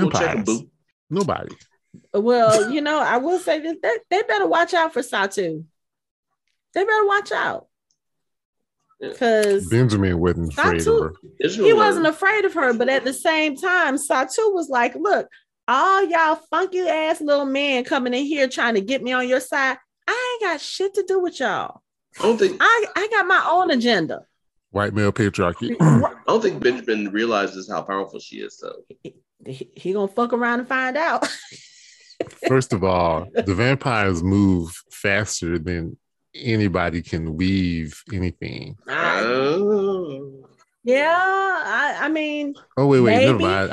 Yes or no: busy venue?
no